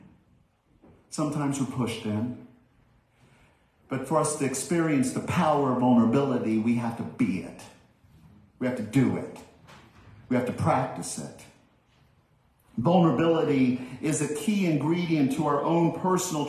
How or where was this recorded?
large echoing room